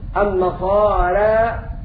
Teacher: ومعنى هذا أن ورش من طريق الأزرق أمال الراء مع الألف في مثل أمالها إمالة صغرى ما يسمى بالتقليل